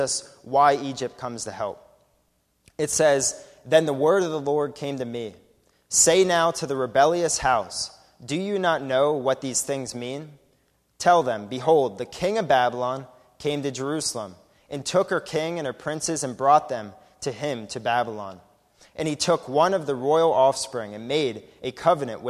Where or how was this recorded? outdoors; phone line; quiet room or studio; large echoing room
large echoing room